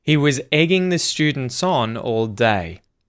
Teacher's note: Notice the intonation descending at the end.